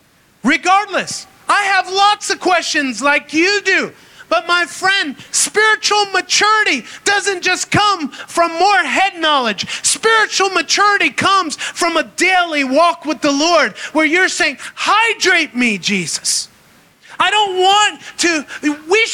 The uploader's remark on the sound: Recorded in Maranatha Family Church Kabacan, North Cotabato, Philippines